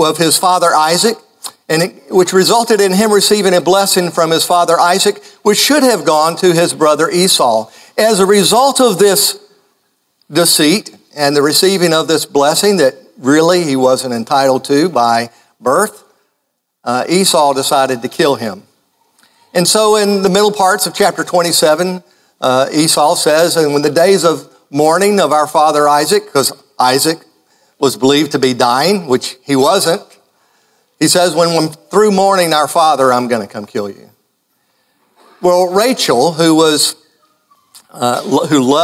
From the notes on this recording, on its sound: Live in Bethel.